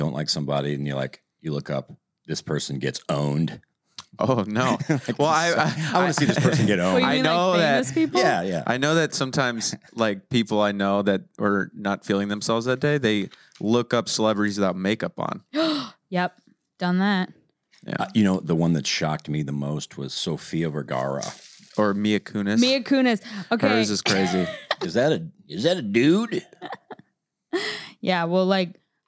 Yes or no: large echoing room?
no